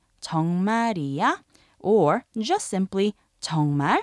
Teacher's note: you could say 정말이야 or just simply 정말 with the rising intonation